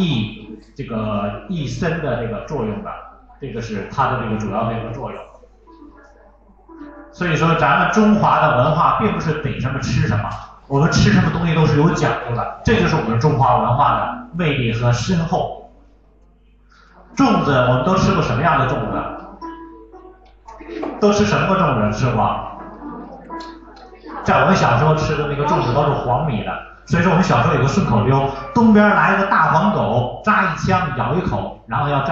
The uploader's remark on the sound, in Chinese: 端午节活动录音。